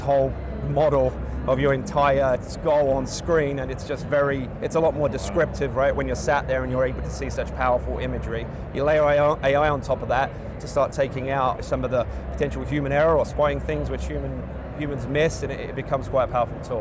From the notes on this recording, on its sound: an Interview in Action live from HLTH